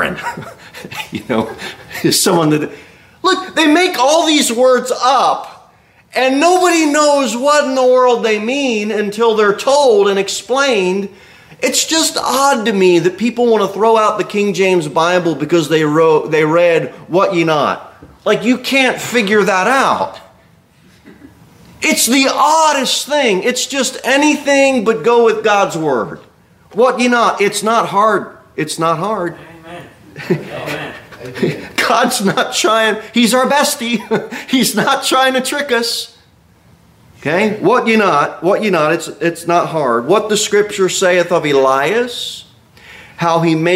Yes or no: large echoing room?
yes